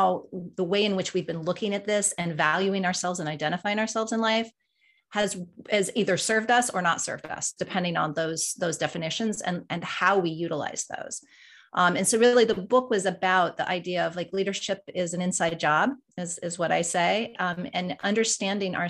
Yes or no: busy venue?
no